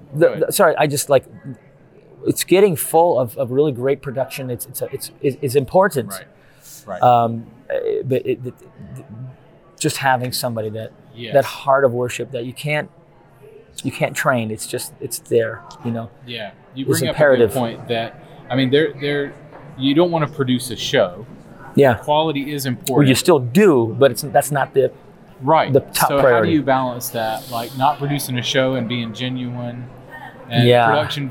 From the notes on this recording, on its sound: NRB 2021 Backstage Pass. We recorded these interviews at the 2021 National Religious Broadcasters Convention in Grapevine, TX at the Gaylord Texan.